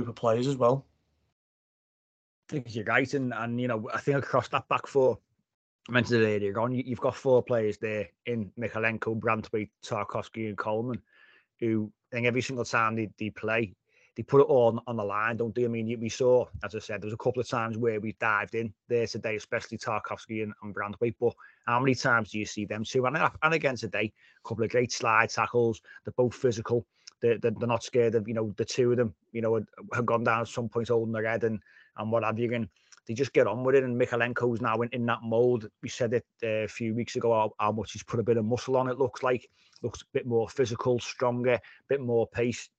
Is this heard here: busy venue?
no